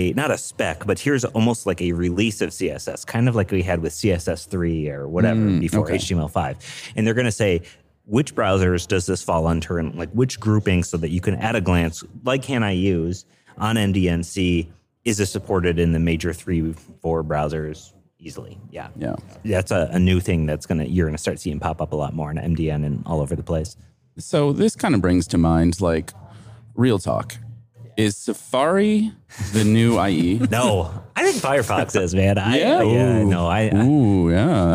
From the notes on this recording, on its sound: for a recorded chat from the RenderATL conference.